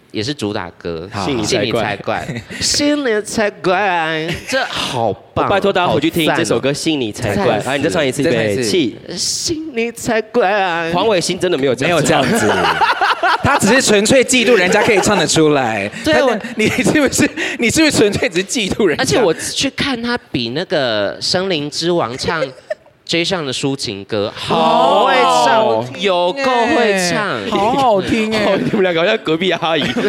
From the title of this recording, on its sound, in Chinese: 特別版現場錄音